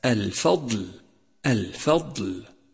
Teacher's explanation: سادسا انتبه إلى تتالي الترقيق والتفخيم في كلمة الفضل الفضل، فالفاء مرققة والضاد مفخمة، فأعطي كل ذي حق حقه، الفضل وليس الفضل.